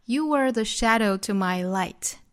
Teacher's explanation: 重读呢在 sha 和 light 两个音节